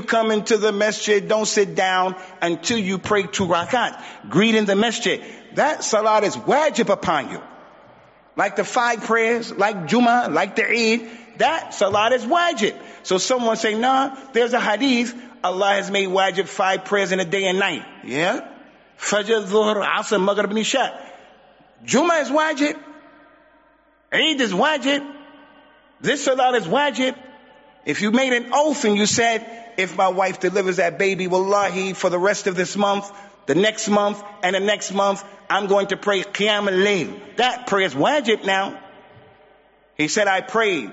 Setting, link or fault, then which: setting, large echoing room